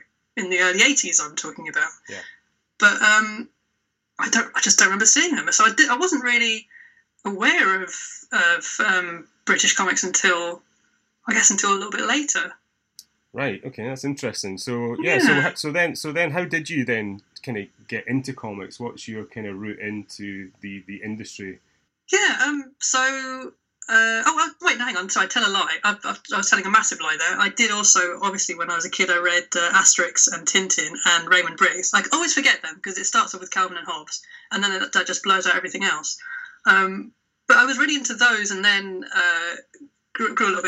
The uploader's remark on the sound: Apologies for the sound, as we had a few technical issues on the day